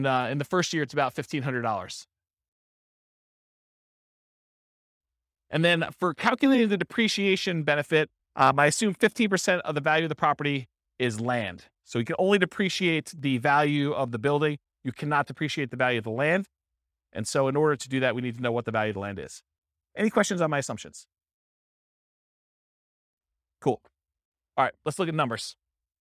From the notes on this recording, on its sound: This was a live class recorded